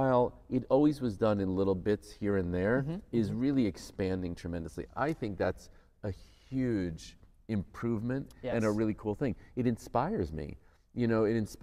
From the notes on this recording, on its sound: Live from the Capitol Theatre